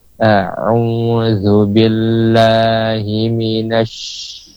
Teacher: Harus dulu kita keluarkan hamsnya, ya, desisnya, dia mengalir dan nampak tafasyinya menyebar